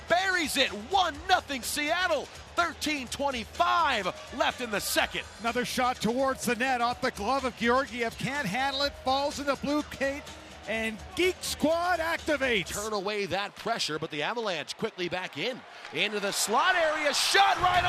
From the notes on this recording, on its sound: Radio calls from the booth. From Ball Arena.